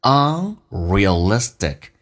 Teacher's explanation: 后面那个 T 发 D 这个发音在美式发音要被浊化